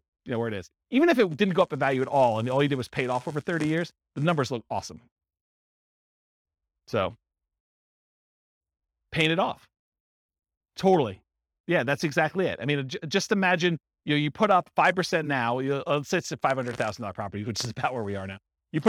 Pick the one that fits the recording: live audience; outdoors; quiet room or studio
live audience